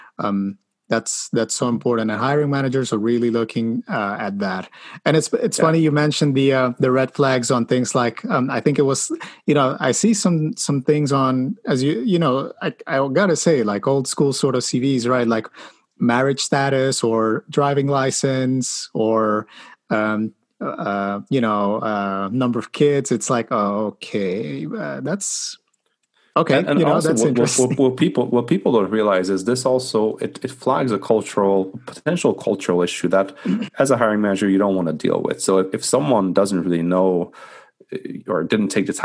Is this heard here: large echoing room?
no